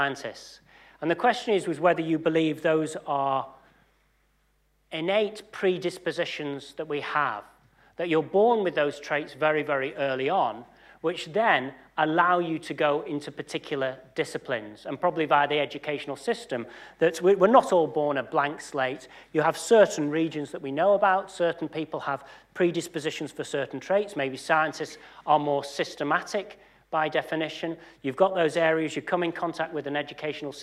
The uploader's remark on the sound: UCL Lunch Hour Lecture